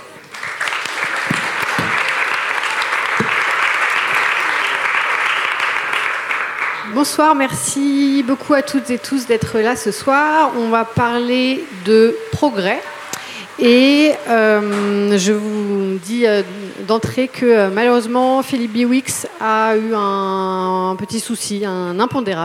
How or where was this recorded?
live audience